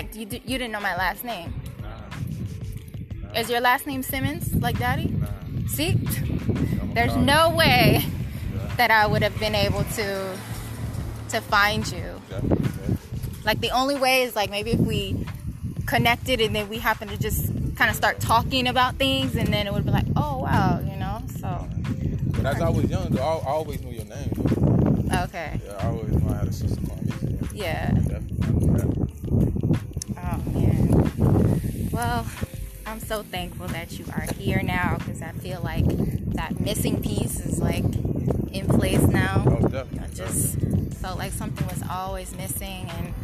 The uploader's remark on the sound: I wanted this podcast to be in the area where our Father lived. We took a walk around the neighborhood where our father grew up. You will hear us walking, the wind blowing, cars in the background and the sound of an ice cream truck.